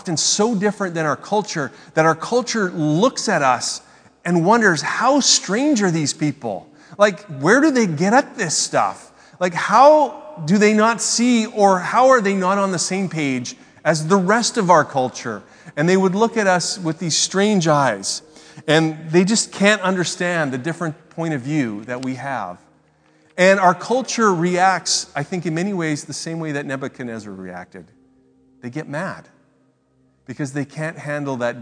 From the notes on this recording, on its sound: speaks at SouthRidge Fellowship, a Langley church